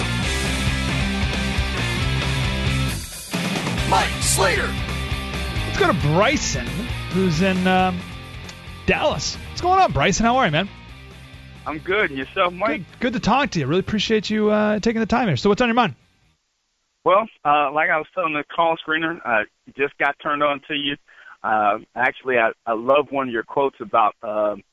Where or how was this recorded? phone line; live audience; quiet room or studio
phone line